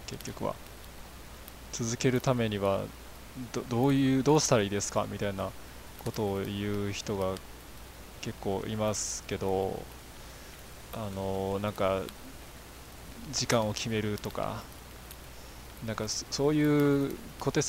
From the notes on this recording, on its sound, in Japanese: 使い始めるのは#4からなので#3まではこの音質で我慢。